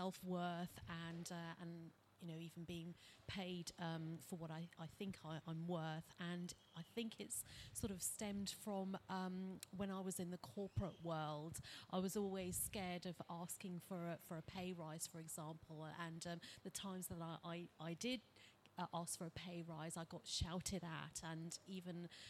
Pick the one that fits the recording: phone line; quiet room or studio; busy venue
busy venue